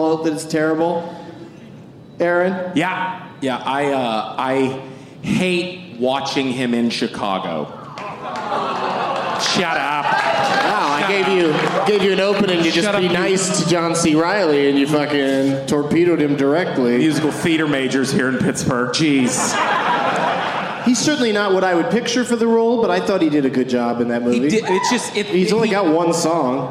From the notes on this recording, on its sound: Live from the Pittsburgh Improv